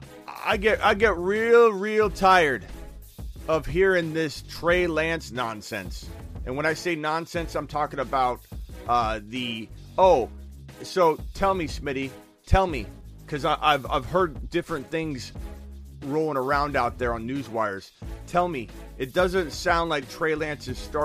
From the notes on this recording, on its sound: Video Show. Phone calls for over an hour.